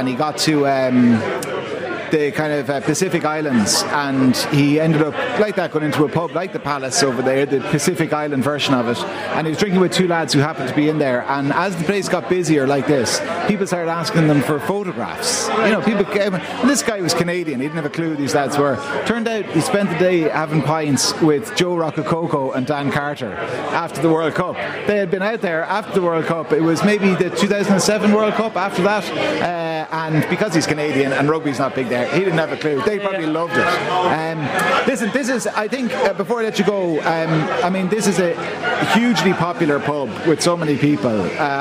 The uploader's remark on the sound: We broadcasted live from the Palace Bar on Fleet Street to mark its 200th anniversary. Many guests contributed to the programme for the launch of the Palace Porter.